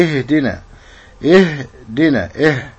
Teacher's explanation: لابد من تحقيق مخرج الهاء، همز فهاء من أعلى الحلق من جهة البطن